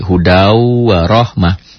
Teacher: Itu hudan jadi hudau. Bunyi n-nya menjadi berubah menjadi w.